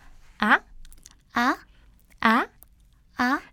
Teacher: 역시 우리나라 말의 발음 아와 비슷합니다. 그런데요, 짧게 발음하는 아예요.